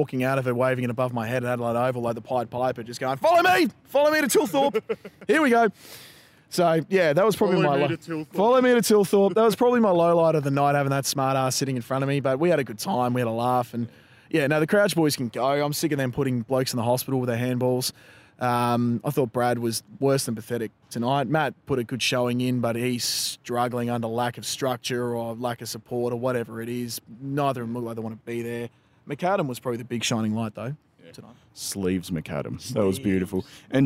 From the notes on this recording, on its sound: Post Saints Live Walk & Talk. We had a quick catch up to discuss the game, and had an interview with one of our superfans!